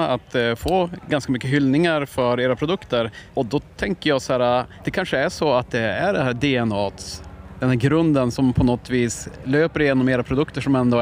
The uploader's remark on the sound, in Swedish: FESTIVALSPECIAL. Här i vimlet på Dylta Bruk.